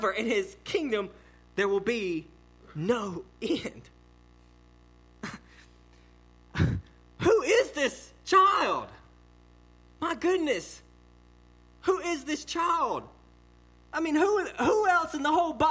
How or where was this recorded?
large echoing room